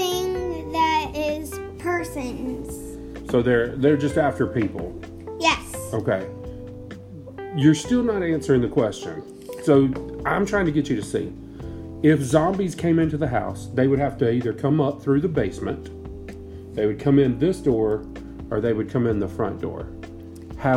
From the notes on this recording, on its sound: Recorded on my work iPad at the dining room table.